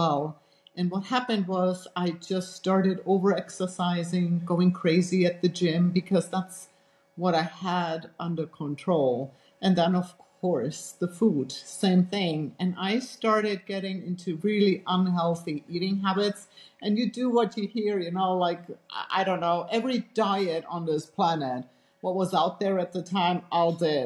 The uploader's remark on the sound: Had some challenges with recording this episode, fault's from the video conferencing app, please bear with us!